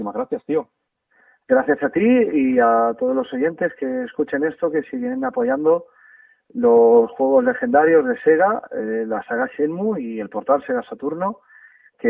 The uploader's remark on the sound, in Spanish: Disculpad la calidad del audio porque fue llamada telefónica. Quisimos grabarlo cuanto antes para que la reacción fuese más espontánea.